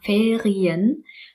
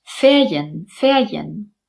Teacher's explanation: Wir sagen auch nicht Ferien mit dem Rachen-R, Ferien, sondern ein J, Ferien, Ferien.